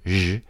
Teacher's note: The sound Zh is the voiced cognate of Sh. It's made in the same manner and place, but with voicing.